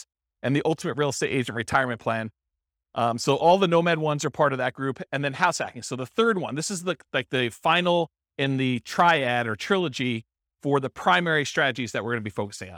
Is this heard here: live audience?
yes